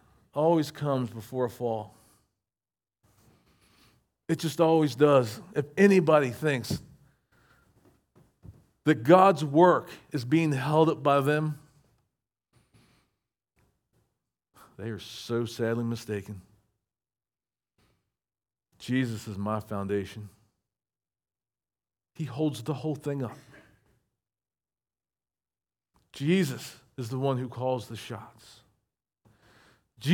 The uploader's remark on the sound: recorded at Shenandoah Valley Baptist Church on Sep 10, 2023.